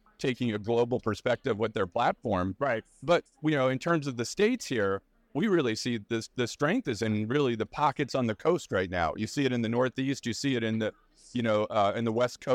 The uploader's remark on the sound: "Live" from NADA 2024